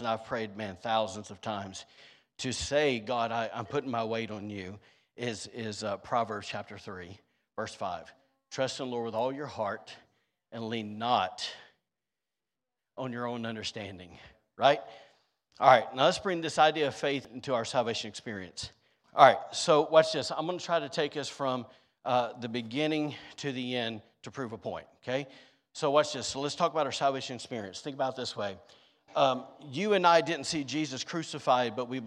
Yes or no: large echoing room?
yes